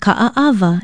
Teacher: every vowel is separated by a consonant sound, the glottal stop or okina. Ka'aava is spelled K-A-Okina-A-Okina-A-W-A, and it means the wrasse fish.